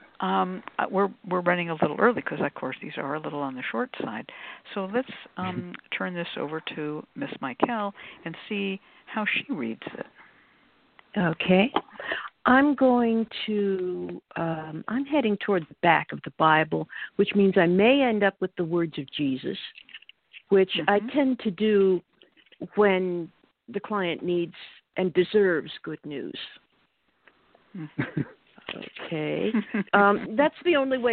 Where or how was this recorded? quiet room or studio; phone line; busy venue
phone line